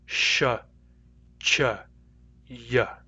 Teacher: They are made at the hard palate. · Term: palatal